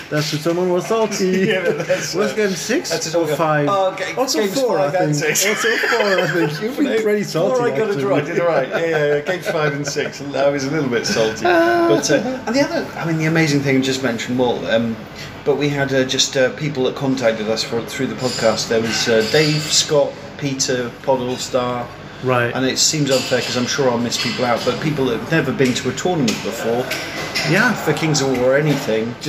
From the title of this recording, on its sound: Live" from Bugmans Cafe in GW